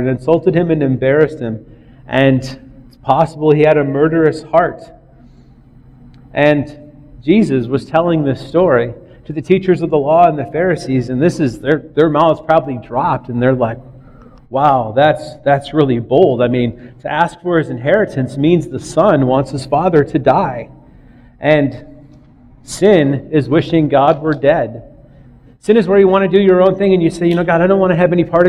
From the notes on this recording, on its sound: recorded on Nov 1st, 2009 at River Rock Church in Belle Plaine MN